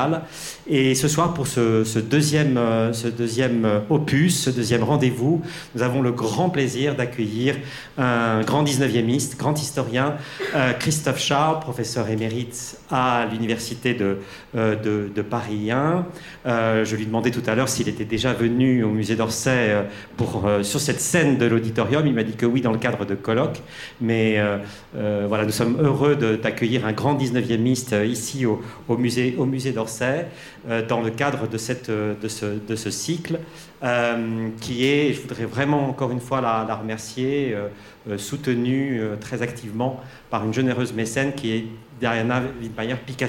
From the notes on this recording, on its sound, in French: A l'invitation du musée d'Orsay. Enregistrement de la conférence.